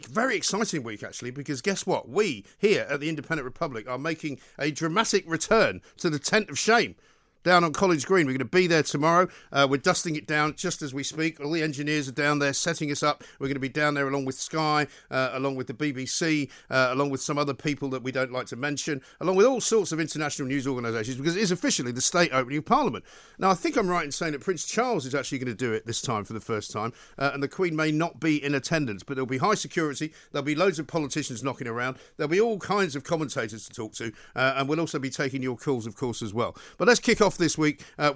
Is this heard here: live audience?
no